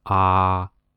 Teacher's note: 那咱这一声就是从五到五